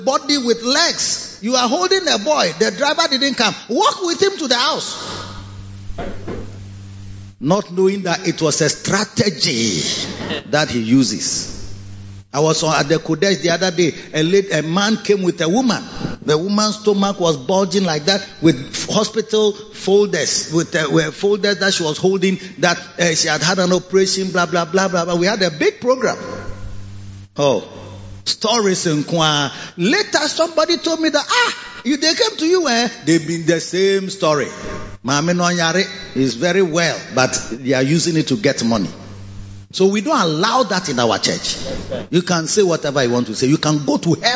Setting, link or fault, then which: setting, large echoing room